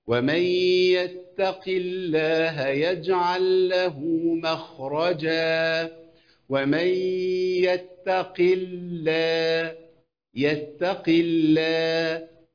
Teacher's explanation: اللامين الاثنين مرققين، ما جيبش لام مرققه ولام مفخمه، او لام مفخمه ولام مرققه.